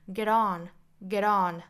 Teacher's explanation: Get 和 on 连读，中间的 t 半浊成 d. Get on, get on,同样是 flat t. Get on with my life